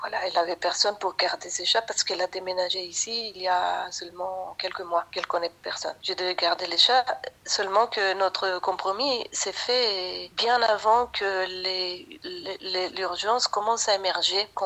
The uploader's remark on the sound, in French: Je suis au téléphone. Réalisatrice confinée sur l'île de Lanzarote.